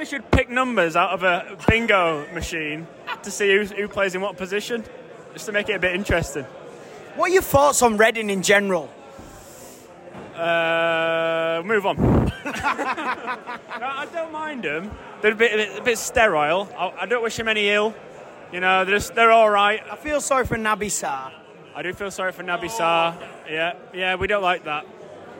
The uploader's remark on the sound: Coming to you live from The King’s Head